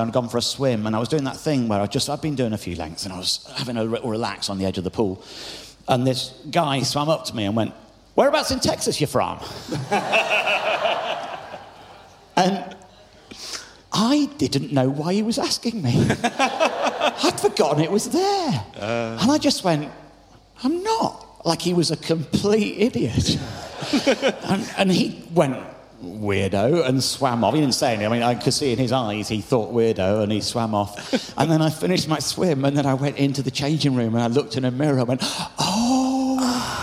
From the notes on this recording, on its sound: Recorded LIVE in-front of 1,200 people at Kite Festival in Oxfordshire!